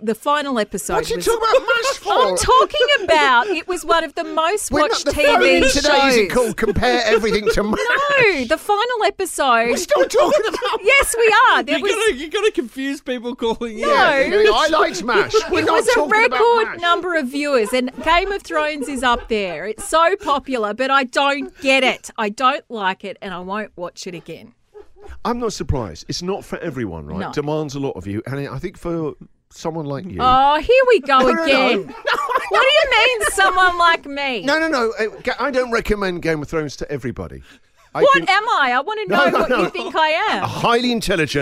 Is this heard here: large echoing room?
no